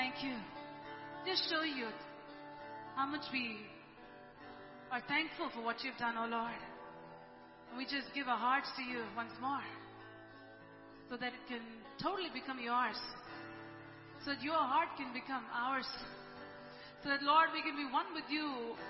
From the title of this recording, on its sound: ELBIM Church Sunday LIVE Stream Audio